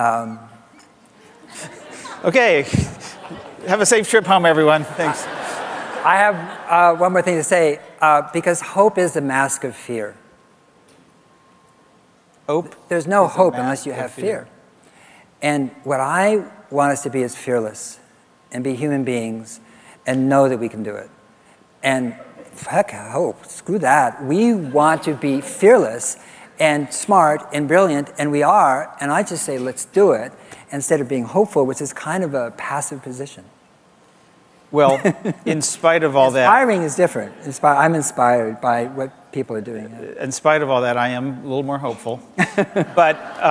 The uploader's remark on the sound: live interviews from GreenBiz events